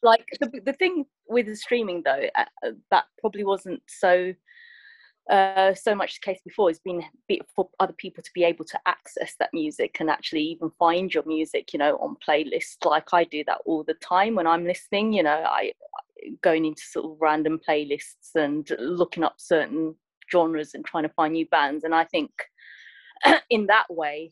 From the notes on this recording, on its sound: I sat down over Zoom